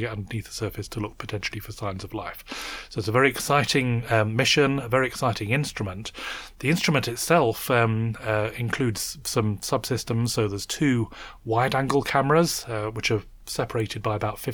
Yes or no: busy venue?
no